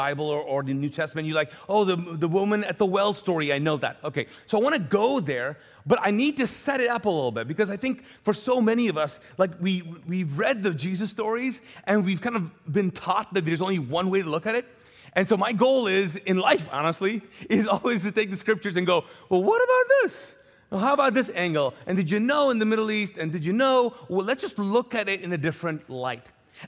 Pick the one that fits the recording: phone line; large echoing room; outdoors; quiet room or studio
large echoing room